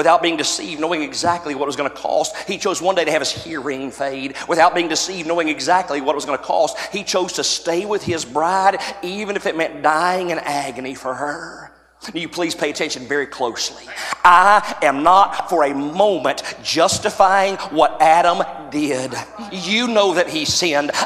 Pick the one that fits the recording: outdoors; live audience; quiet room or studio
live audience